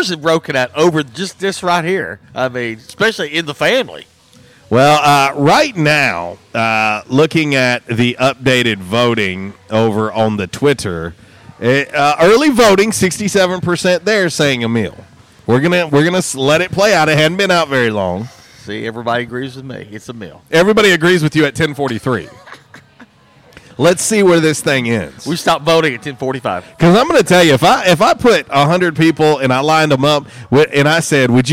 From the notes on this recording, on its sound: LIVE from J’Town’s Grill!